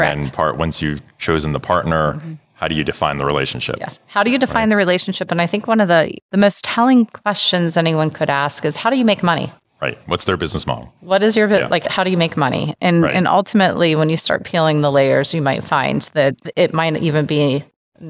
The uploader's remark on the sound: interviews recorded live and in-person at Groceryshop in Las Vegas, NV